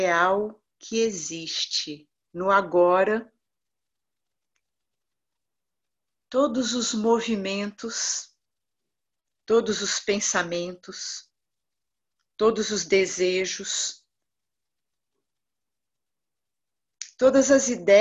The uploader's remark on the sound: Online via Zoom